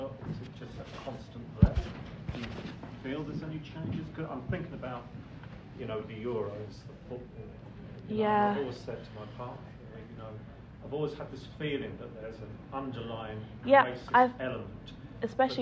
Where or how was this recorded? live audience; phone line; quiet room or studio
live audience